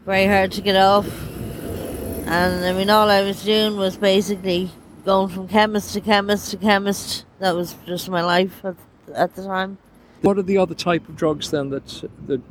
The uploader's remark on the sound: Outside a Dublin drug clinic, where drugs are bought and sold on the street.